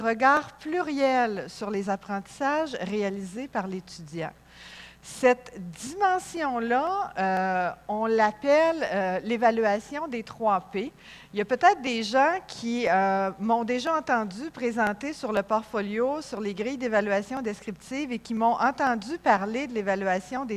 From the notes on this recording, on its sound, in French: Conférence 201 du colloque 2015 de l'AQPC, à Saguenay.